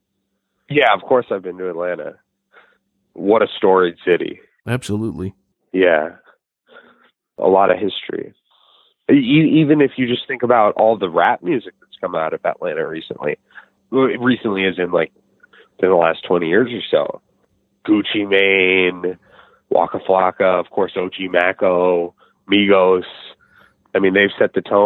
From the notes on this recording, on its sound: The interview was supposed to happen in person. We spoke by phone.